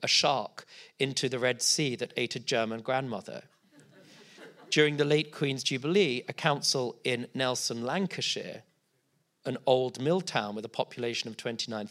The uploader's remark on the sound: This episode was recorded in front of a live audience at the JW3 community centre in North London. Took questions from the audience.